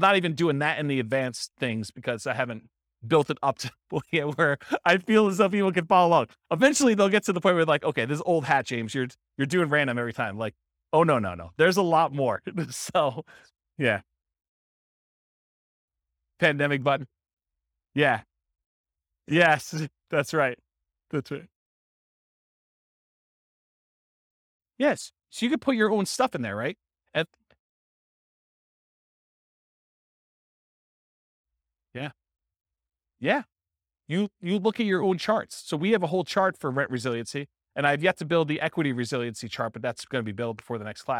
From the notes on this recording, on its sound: This was a live class recorded